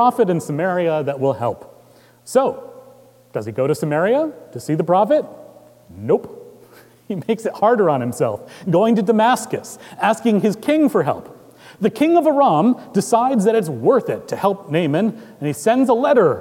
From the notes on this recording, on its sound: Recorded live on October 13, 2019 at Trinity Presbyterian Church in Bixby, Okla.